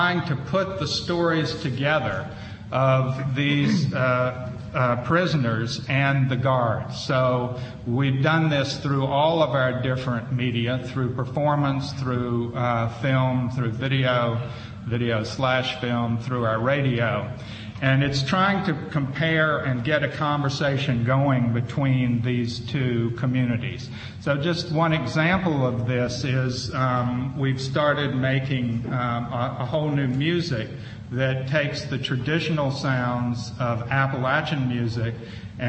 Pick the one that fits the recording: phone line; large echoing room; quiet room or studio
large echoing room